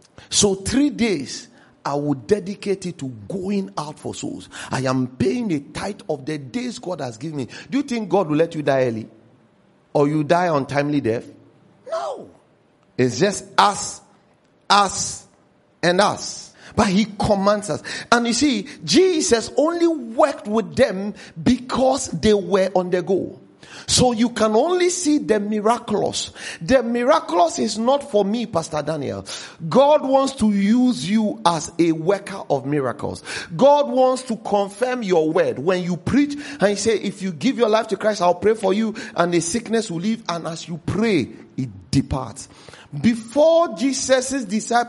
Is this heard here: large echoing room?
yes